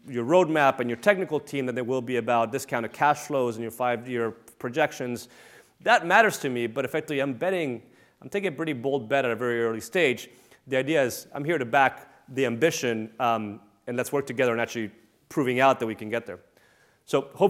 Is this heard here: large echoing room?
yes